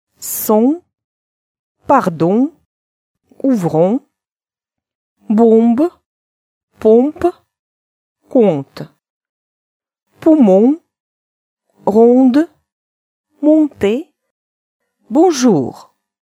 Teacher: Теперь носовое «о». Перед теми же буквами «н», «м» может оказаться гласное «о». В такой позиции гласное станет носовой.